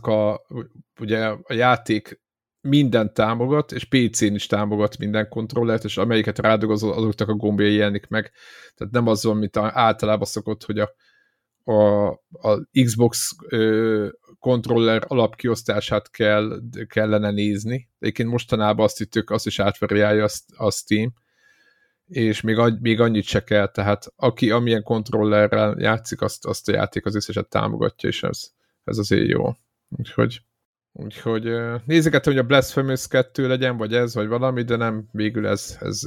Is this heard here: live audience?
no